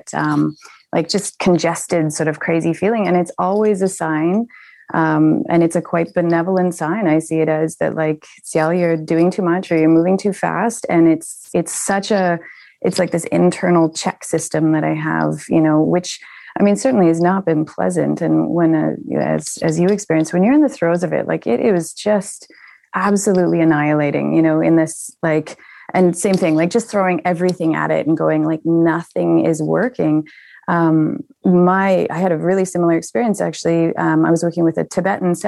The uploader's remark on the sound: Apologies for the audio quality as Zoom was particularly glitchy on the day we recorded